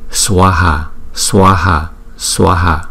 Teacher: Bởi vì chữ A có dấu gạch ngang trên đầu cho nên chúng ta đọc rõ ràng hai nhịp